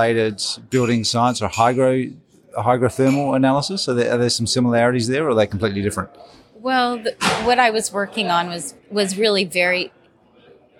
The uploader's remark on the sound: In this special bonus episode recorded at the PhiusCon 2023. The Passive House Podcast at the Passive House Network Conference.